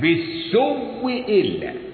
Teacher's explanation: أبدلوا الهمزة الأولى وأدغموها في الثانية